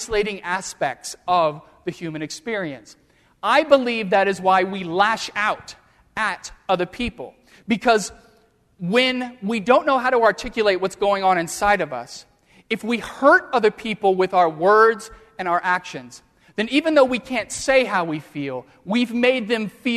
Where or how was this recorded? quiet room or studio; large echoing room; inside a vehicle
large echoing room